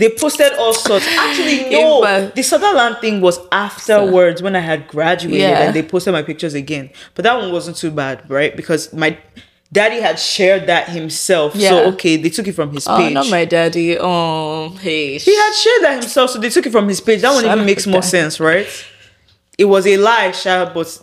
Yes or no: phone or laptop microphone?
no